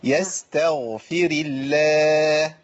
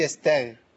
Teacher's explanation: الغين هنا عندي في مرتبة وسطى من مراتب التفخيم · Shown in: first take